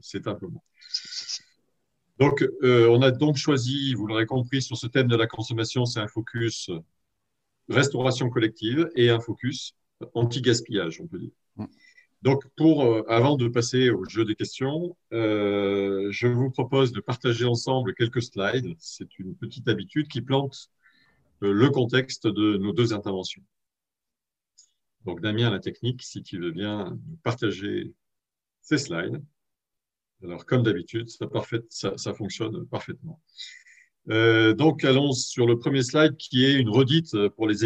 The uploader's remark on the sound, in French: 20 novembre 2020 en visio.